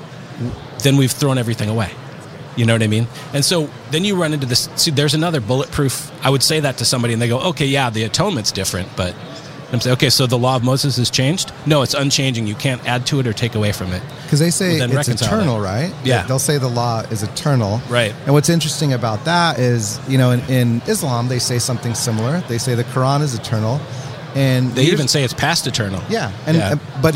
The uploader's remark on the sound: in an interview at the NRB conference